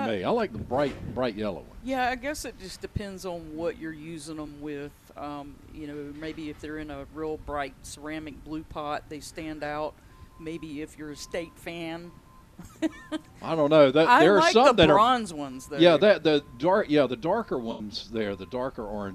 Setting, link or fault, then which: setting, busy venue